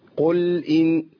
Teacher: اللام ساكنة لابد من زمن صوت اللام، وزمنها ايه؟ التوسط